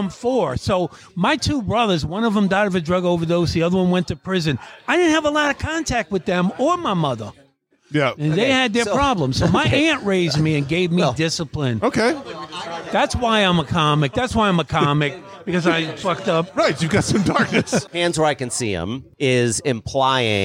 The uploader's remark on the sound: Recorded Live at the Punchline Comedy Club.